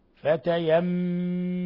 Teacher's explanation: ماء فتيمموا، ثم عندنا ميم مشددة تغن مقدار حركتين، فتيمموا، ولاحظوا اطباق الشفتين والغنة من الخشوم